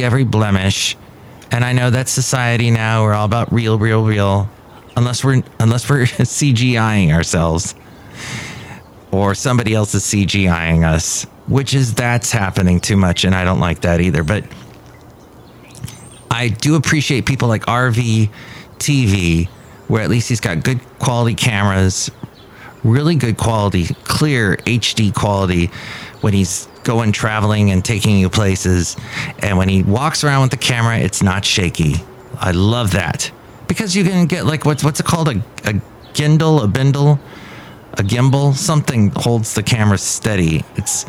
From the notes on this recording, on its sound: podcasts live from Café Anyway